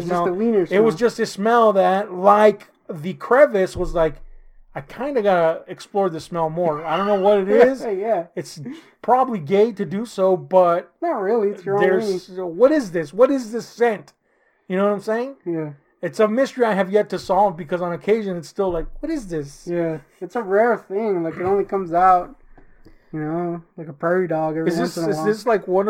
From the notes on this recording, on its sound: We had some issues with our mic, I did my best to fix it.